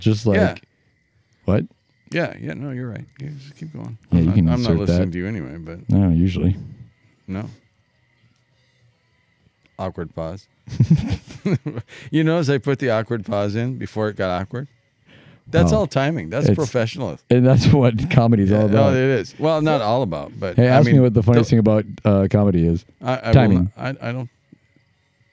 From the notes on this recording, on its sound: We take our conversation outdoors, sparking a tangent-filled discussion amidst the picturesque outdoors of Minnesota. Despite being plagued by fears of erroneous pricey fines for audio copyright infringements of background music.